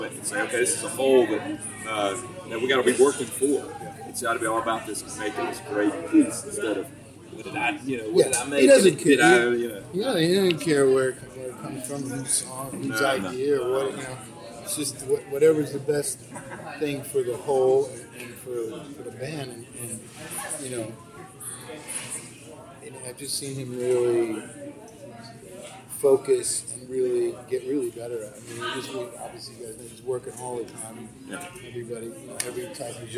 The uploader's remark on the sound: backstage at Firefly Music Festival